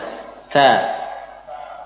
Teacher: Huruf ta perlu ditambah dengan hams ya, nafas yang keluar bersama lepasnya suara ta.